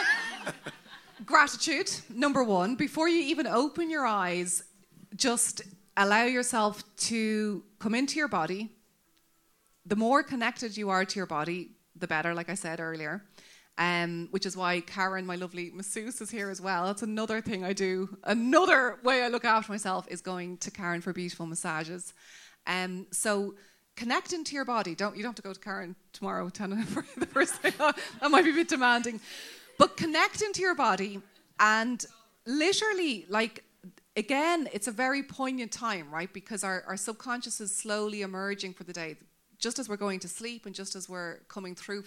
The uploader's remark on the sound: Recorded live at The Whale Theatre in Greystones, Co. Wicklow, Ireland.